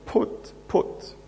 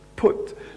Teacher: And if it's P, then the answer is bilabial plosive and voiceless